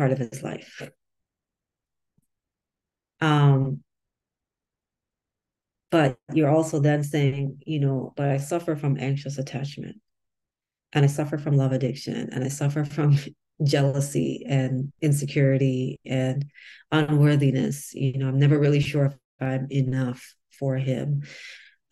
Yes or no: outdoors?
no